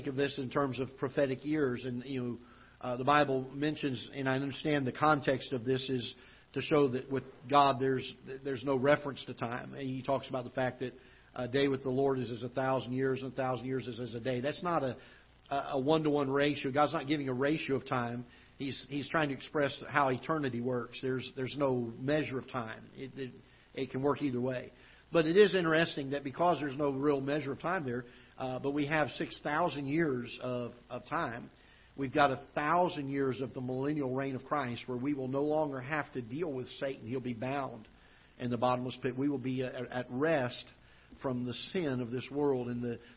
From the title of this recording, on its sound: Ketha Heights Baptist Church ~ Live Broadcast